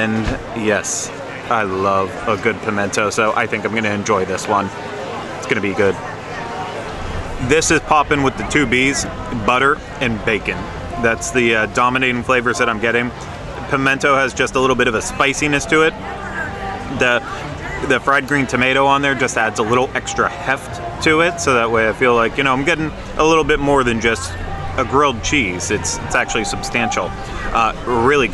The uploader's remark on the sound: Make their way around the 2023 EPCOT International Festival of the Arts.